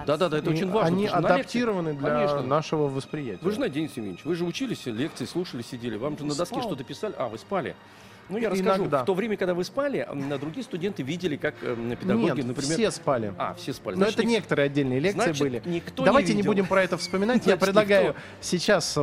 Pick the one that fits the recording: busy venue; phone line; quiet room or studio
busy venue